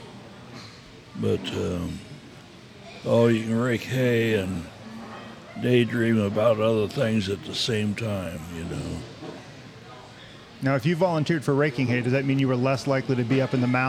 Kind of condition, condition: setting, busy venue